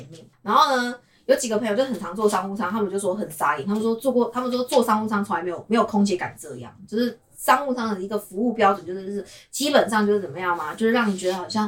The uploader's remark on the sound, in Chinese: 收音若不佳請包涵